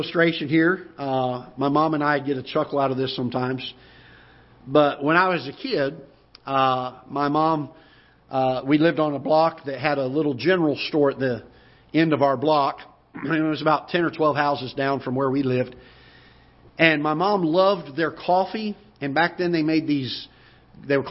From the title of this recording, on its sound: Ketha Heights Baptist Church ~ Live Broadcast